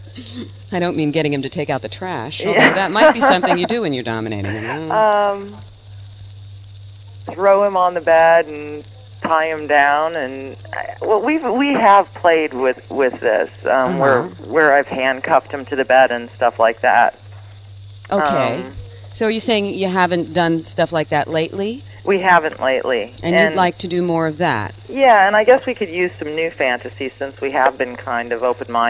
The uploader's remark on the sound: This is a Sex Calls caller on our Saturday night live show.